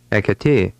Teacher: Here the stress was on the ending.